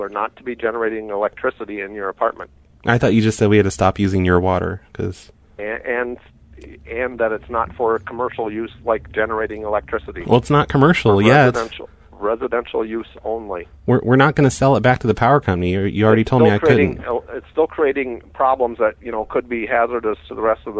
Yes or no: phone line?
yes